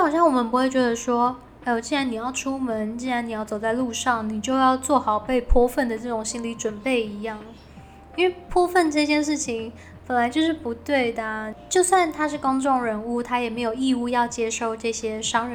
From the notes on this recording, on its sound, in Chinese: 本集換了個場所錄音，比較多雜音，敬請各位聽眾見諒